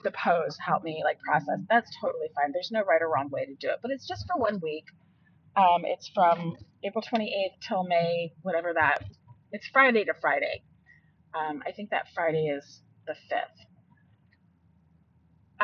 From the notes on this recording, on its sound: Also, I tried recording and driving.